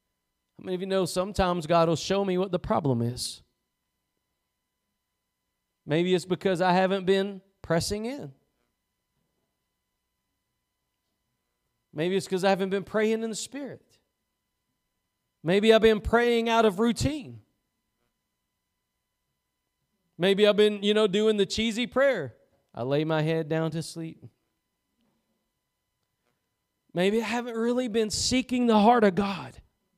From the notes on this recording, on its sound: Preached at Gospel Lighthouse in Bossier City, La.